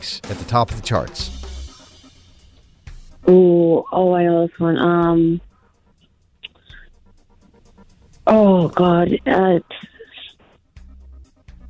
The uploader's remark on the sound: listeners called